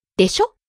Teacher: In casual conversation, we tend to shorten the last vowel, like でしょ? Instead of でしょ?